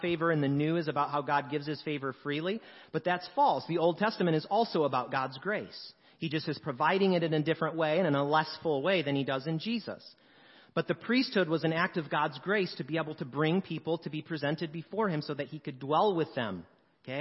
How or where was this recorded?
large echoing room